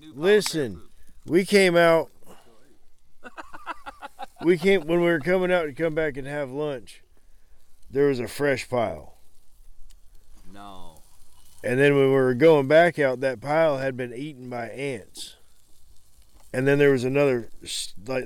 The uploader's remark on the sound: we take the recording out into the field and around the fire at our makeshift deer camp